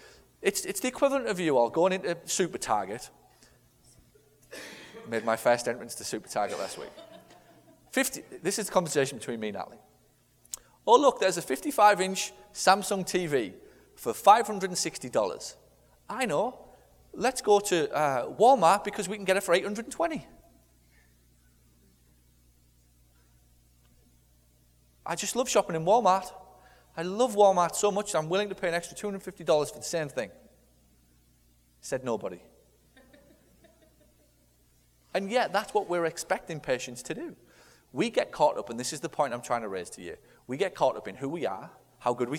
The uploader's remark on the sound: Live From Stage. We will be heading back to last years Sales And Conversions Boot-camp in Las Vegas. Rapid-fire Q/A session.